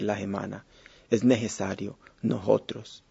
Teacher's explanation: A este fenómeno, algunos investigadores le han dado en llamar el jejeo. Es cuando la S antes de la palabra o del tono principal se aspira.